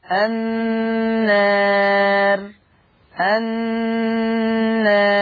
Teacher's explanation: أن التقليل الألف المادية يترتب عليه ترقيق حرف الراء